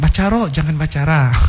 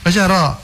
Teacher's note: Baca ro, ya, harokah fathah ditebalkan, ya.